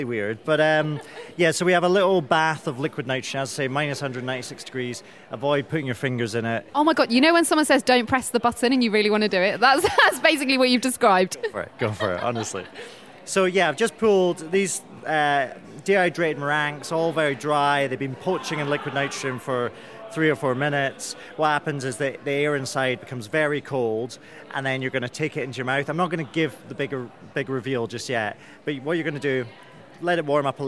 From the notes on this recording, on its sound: Explore all the sounds of Nonference in true binaural style in this special one off episode produced in partnership with Acast. From our first ever Nonference at London’s Tobacco Dock.